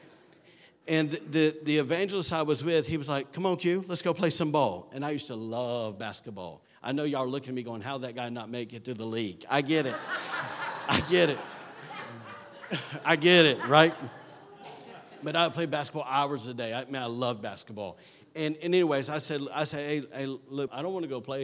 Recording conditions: large echoing room